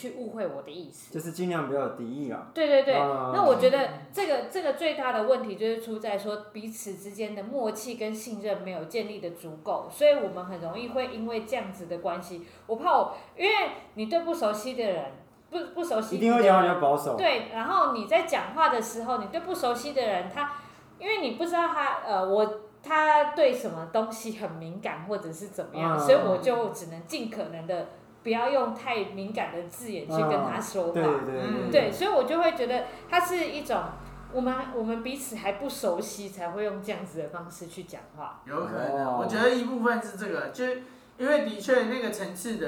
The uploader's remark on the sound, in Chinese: 錄音地點｜ 藍色咖啡館 108台北市萬華區大理街131號